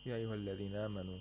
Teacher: the long vowel alif turns into the fatha, which is the short vowel equivalent or appropriate with respect to aliful mad.